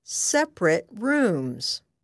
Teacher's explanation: It is pronounced like this, separate. When separate is an adjective, pronounce the last syllable of the word as ret.